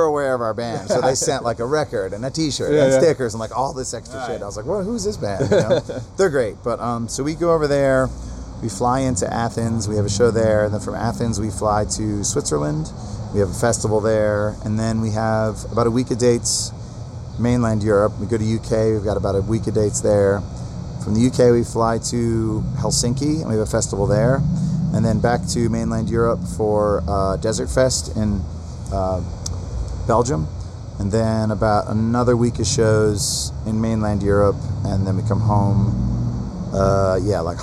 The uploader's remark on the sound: This was recorded on 8/18/2018 at The Spacebar in Columbus, Oh.